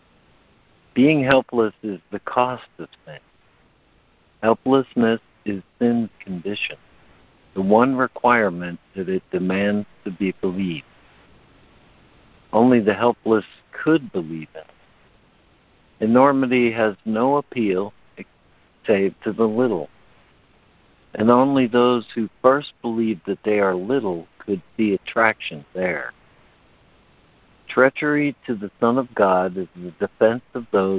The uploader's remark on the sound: ACIM Daily Conference Call